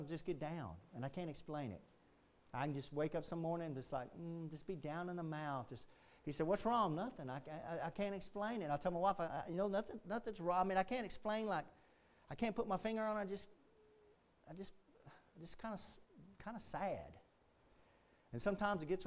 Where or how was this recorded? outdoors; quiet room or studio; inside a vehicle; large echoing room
large echoing room